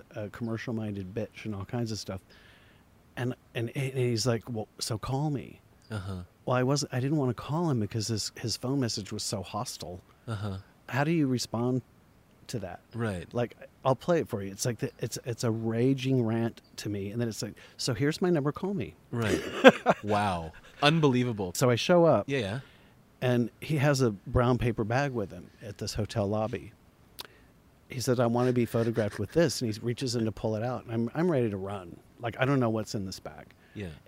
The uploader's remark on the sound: We had this conversation in the garden outside his home in Silver Lake in Los Angeles.